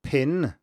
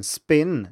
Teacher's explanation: the pin one is aspirated, it has the voice onset time when the voicing starts much later than the one in spin, but we still perceive both of these as the letter P, and most people can't even hear a difference between the two and think of them as the same sound, because they are one and the same phoneme in English.